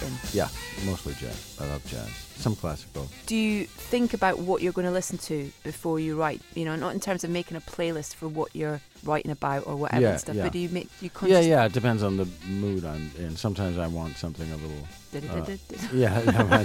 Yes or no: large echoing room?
no